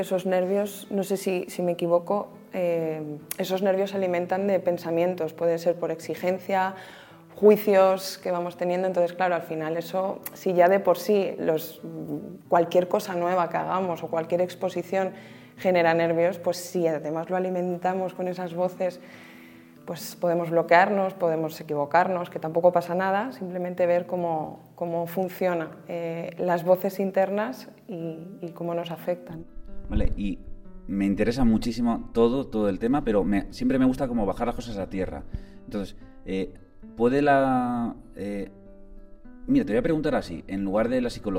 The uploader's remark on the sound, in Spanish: Este podcast es muy especial porque está grabado en el entorno de la Sierra de Guadarrama en directo con los alumnos que vinieron a II Encuentro Momento Guitarra.